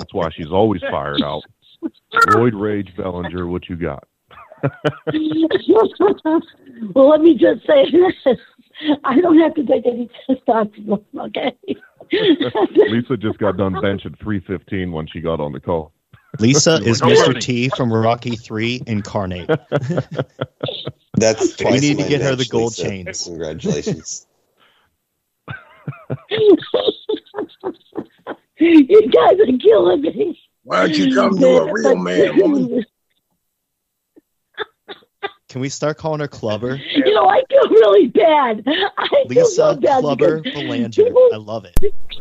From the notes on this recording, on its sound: This episode of Get M.A.D is a panel discussion/listener call-in show